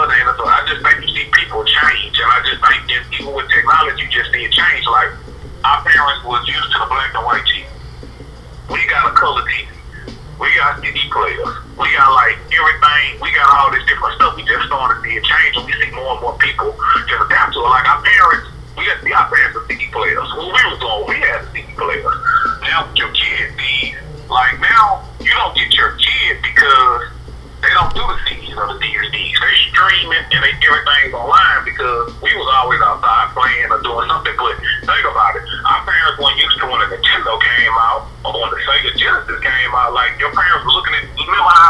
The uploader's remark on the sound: call